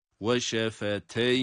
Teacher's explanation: Yine yağının cezimi üzerinde uzatmayı yapıyoruz. · Term: meddi lin